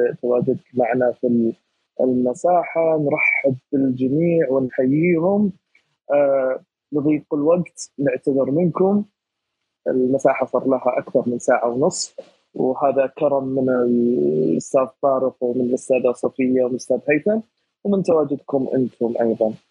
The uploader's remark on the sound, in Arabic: تسجيل لمساحة ابن رشد الأسبوعية على منصة تويتر